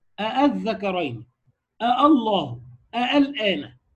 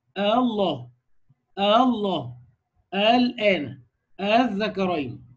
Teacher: بين بين بس هتريح الهمزة الثانية شوية · Shown in: second take · Term: التسهيل